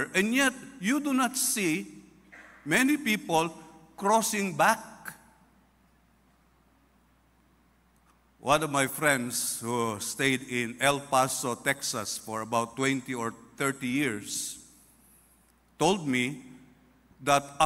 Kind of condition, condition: setting, large echoing room